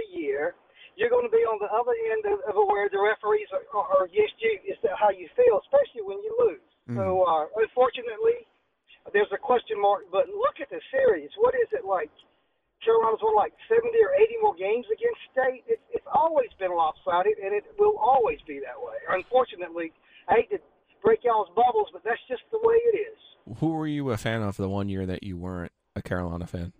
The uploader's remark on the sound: opened up the phone lines to allow callers to gripe.